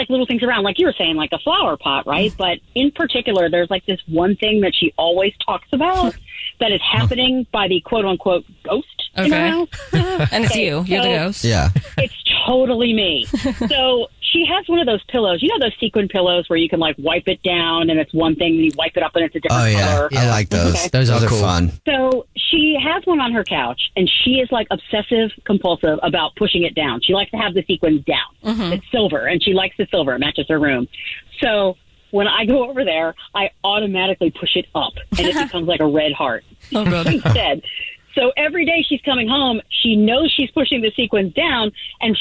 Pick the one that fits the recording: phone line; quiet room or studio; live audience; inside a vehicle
phone line